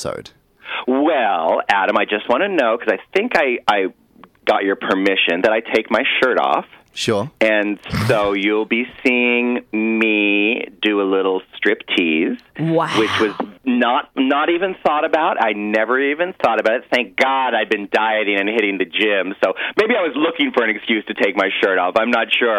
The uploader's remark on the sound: jumps on the phone